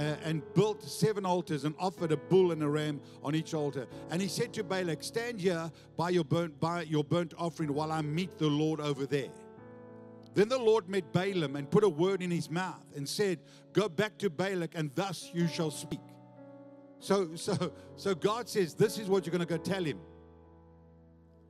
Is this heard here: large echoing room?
yes